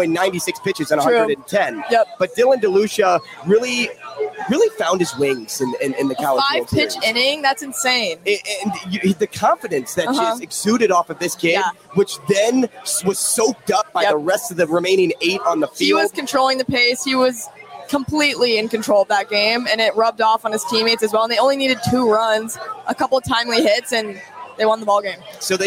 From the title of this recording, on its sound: Live at Rocco's